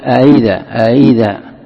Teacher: إذا كانت مكسورة مثل هنا أئذا تسهلها بحيث أنك تنطق بشيء يكون بين الهمزة وبين الياء · Term: التسهيل